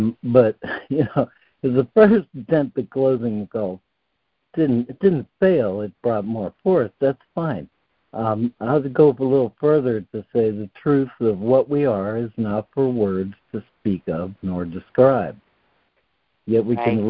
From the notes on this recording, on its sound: ACIM Daily Conference Call